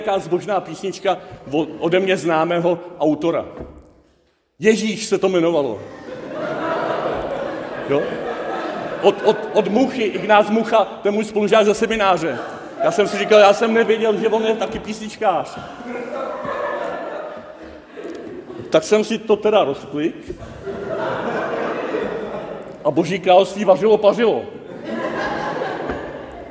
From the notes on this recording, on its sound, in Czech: ze závěrečné bohoslužby hudebního festivalu Holostok 2023